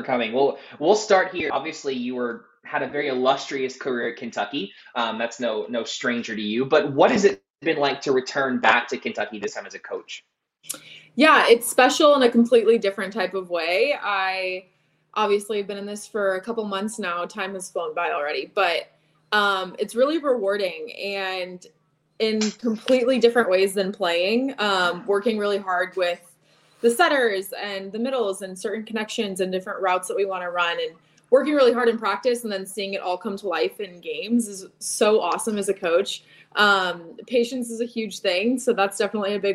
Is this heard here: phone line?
no